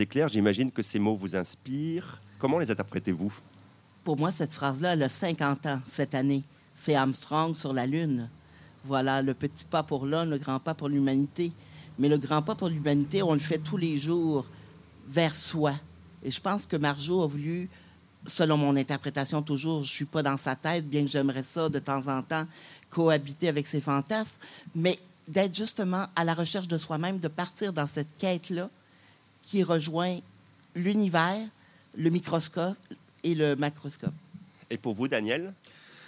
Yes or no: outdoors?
yes